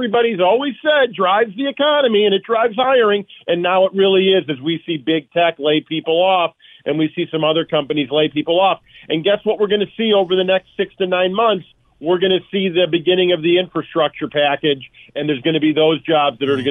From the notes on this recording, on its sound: joins via phone